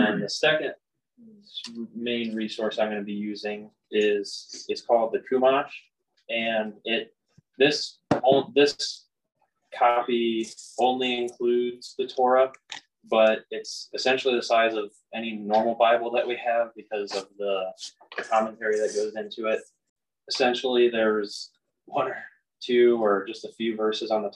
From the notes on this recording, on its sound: the audio quality is not that great and there are moments where some of our words cut out for a short time.